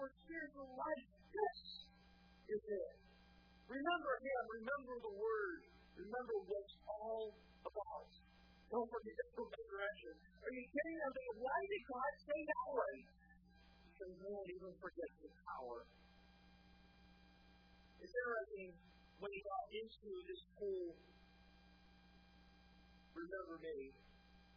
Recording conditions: large echoing room